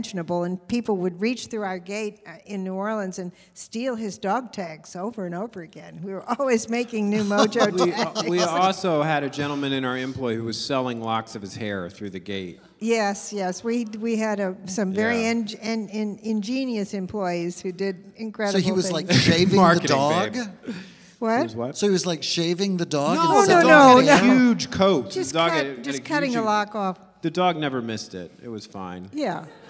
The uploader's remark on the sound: In the first ever “live on location” episode of The Dinner Party Show. LIVE from the floor of Bent Con, the only convention dedicated to celebrating LGBT contributions to pop culture and geekdom.